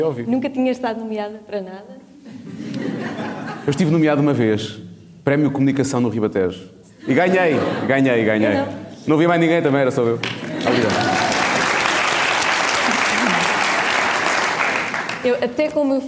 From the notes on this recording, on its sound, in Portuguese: A nossa estreia ao vivo